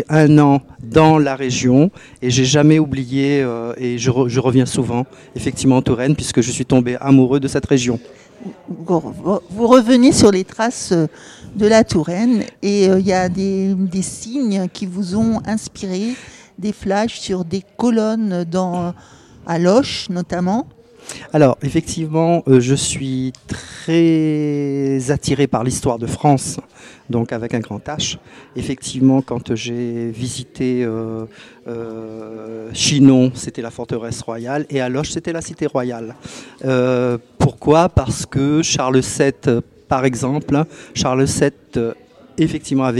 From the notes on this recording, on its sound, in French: en direct depuis le salon de Polar sur Loire à la Bibliothèque municipale de Tours.